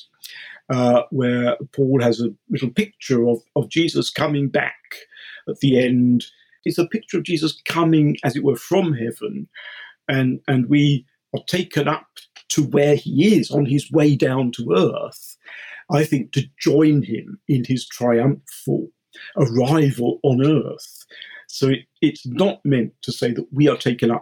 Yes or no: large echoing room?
no